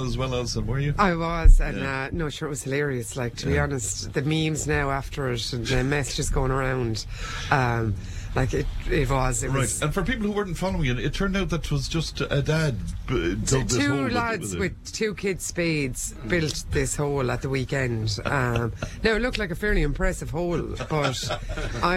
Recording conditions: busy venue